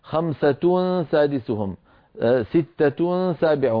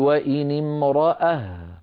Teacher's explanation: هذه الهاء في أغلب لهجات العرب تكون في الوصل تاء وفي الوقف هاء · Term: هاء التأنيث